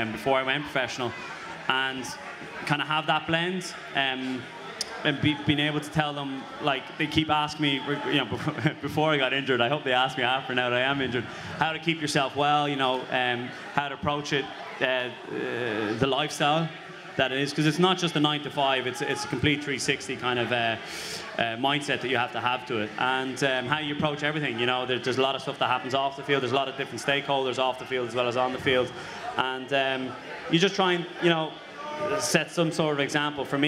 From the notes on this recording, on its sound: At last week's National Ploughing Championships for a special episode of The Left Wing recorded in front of a live audience.